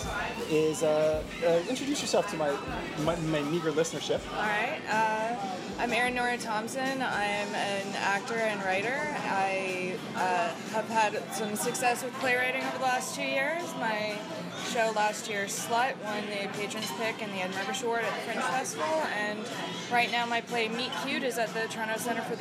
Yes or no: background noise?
yes